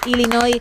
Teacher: sin pronunciar la S final